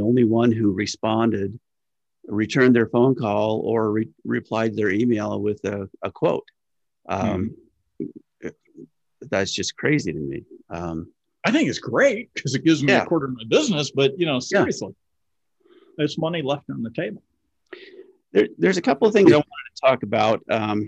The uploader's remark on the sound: Real Estate Photographers of America's inaugural Zoom meeting